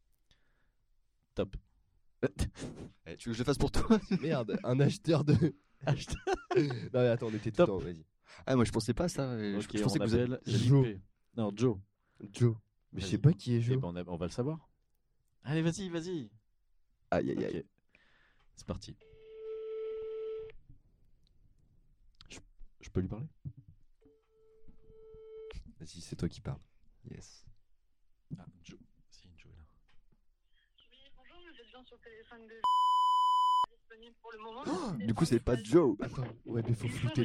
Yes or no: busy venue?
no